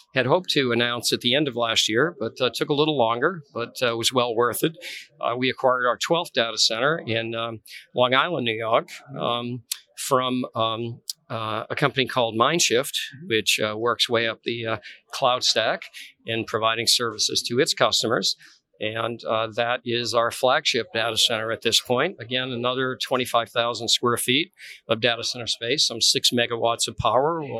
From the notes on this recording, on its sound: Metro Connect 2020. Live from Metro Connect.